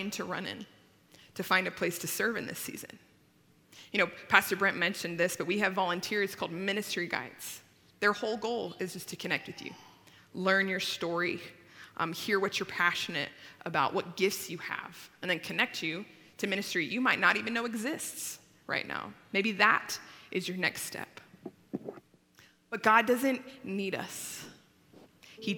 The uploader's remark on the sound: At Timberline Church. Live.